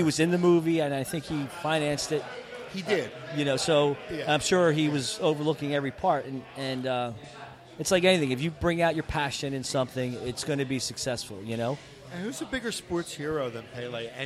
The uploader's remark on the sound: Vuvu Soccer is live from Villa Capri in Doylestown!